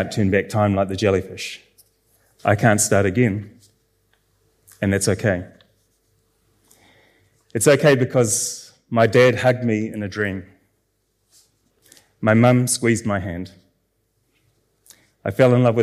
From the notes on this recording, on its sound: Hear a selection of guest authors take their work off the page and onto the stage in the gala opening of the 2023 Marlborough Book Festival.